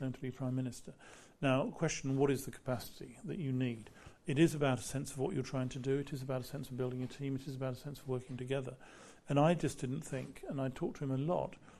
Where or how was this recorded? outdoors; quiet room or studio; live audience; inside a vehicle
live audience